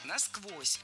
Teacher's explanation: Ударение в этом наречии должно падать на второй слог.